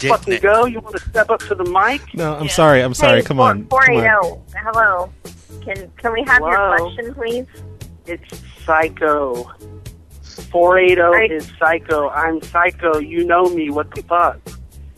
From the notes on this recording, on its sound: …'s Personal Prank Phone Calls Collection.